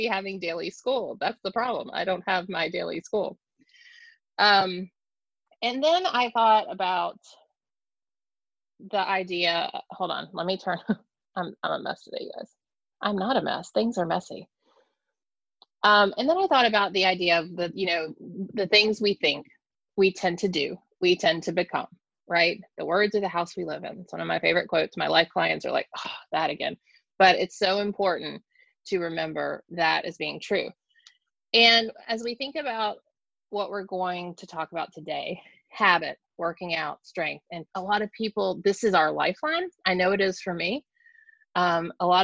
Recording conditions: video call